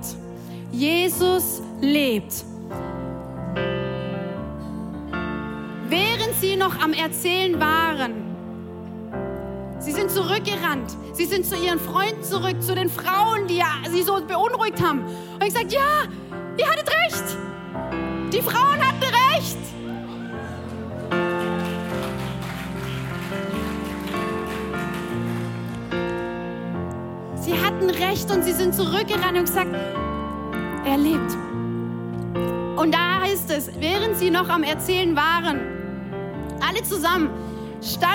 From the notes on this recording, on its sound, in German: Audiomitschnitt der Predigt vom 09.04.23.